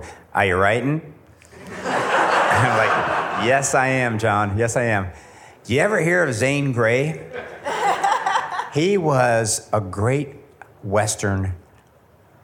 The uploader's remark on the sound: It closes with an audience q and a. Community Bookstore in Park Slope, Brooklyn.